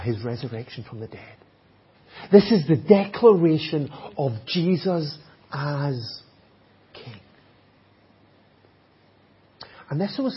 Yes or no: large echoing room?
yes